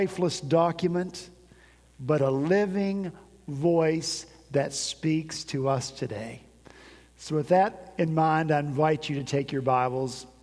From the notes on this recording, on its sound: At Redeemer Presbyterian Church in Charleston, SC